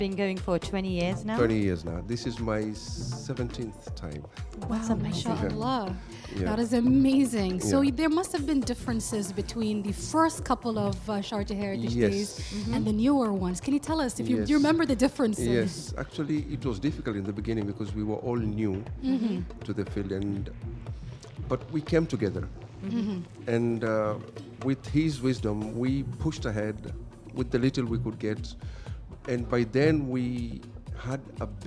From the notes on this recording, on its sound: Live from SHD 2023. Sharjah Heritage Days.